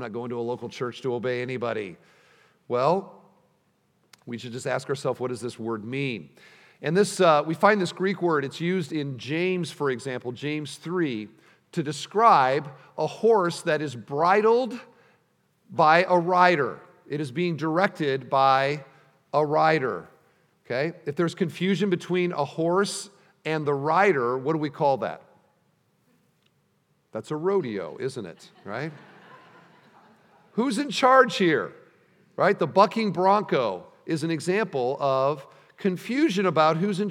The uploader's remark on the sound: At the installation service.